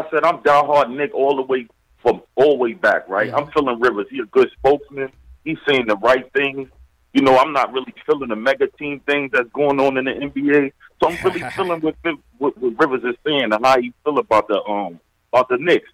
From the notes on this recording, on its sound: take live phone calls from fans around the world